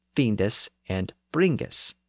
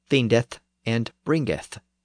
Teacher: both of those verbs end in an s in the northern manner · Shown in: first take